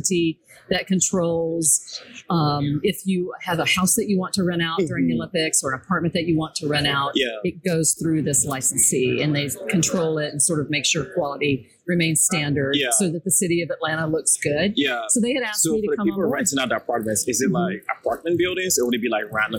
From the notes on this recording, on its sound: LIVE AT NAA.